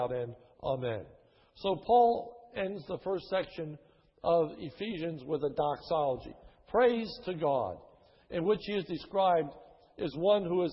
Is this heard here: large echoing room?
yes